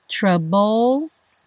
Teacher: BLE, DLE, a gente nunca fala ble, dle, é sempre dol, bol